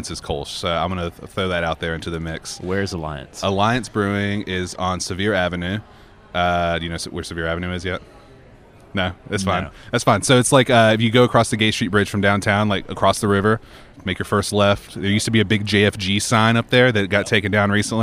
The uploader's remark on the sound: The conversations recorded at the Endeavor Summit, held Oct. 19 at Bridgewater Place.